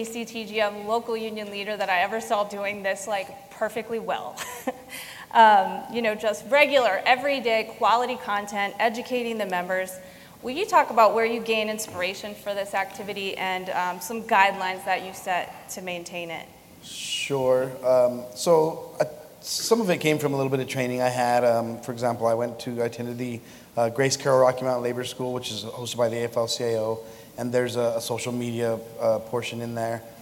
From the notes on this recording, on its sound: LIVE Panel Discussion from #BCTGM2022. Recorded LIVE on August 1st during the 41st Constitutional Convention. Moderates a panel discussion from the stage.